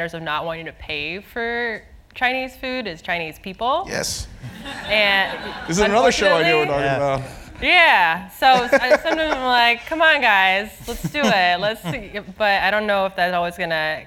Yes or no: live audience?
yes